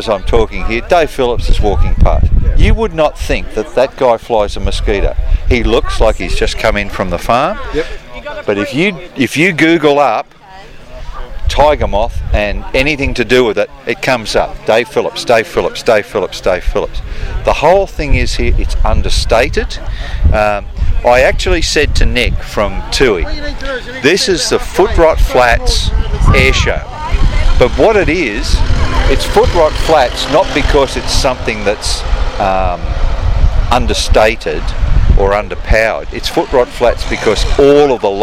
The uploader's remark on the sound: talks live in the field to various people at the Wings Over Wairarapa 2013 Airshow